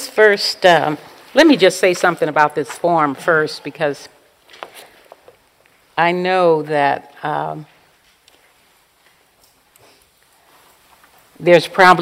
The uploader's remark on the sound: In this dharma talk delivered at a Spirit Rock Dedicated Practitioners retreat.